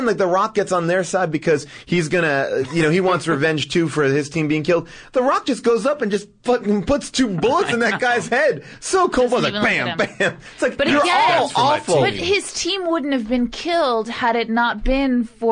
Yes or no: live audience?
no